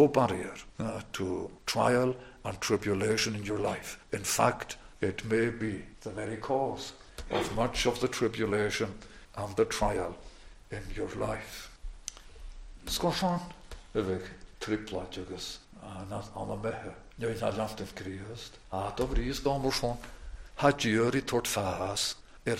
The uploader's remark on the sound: recorded at North Harris Free Church on the morning of Sunday, 19th November 2023